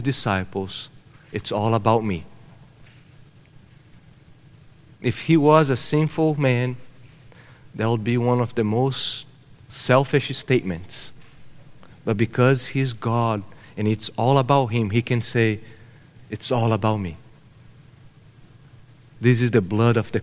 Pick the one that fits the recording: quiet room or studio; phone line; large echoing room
large echoing room